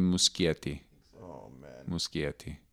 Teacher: It's Italian, so usually you say CH as the K.